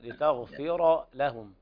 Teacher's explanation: الراء مفخمة، جاء في لتغفر لهم، ورش بس اللي بيرققها.